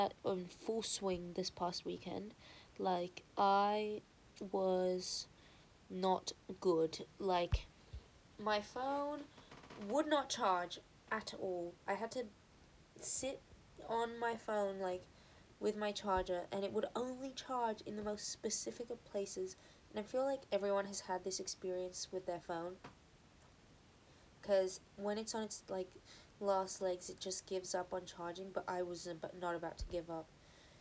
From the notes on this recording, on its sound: Excuse the sound quality.